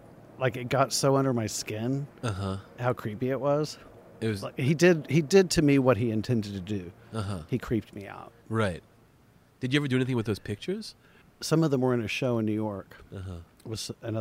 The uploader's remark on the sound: We had this conversation in the garden outside his home in Silver Lake in Los Angeles.